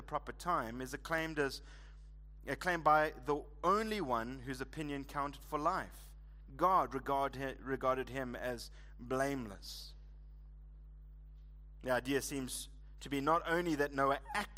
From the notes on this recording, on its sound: Preached at Living Stone Bible Church, on the 25th of February 2024